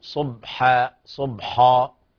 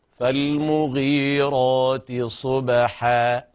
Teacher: فالمغيرات صبحا، لا نقول صبحا صبحا، يعني بدون قلقلة أو تفخيم الحاء القراءتين خطأ. الصواب قلقلة الباء مع انفتاح الفك في الحاء وترقيقها · Shown in: second take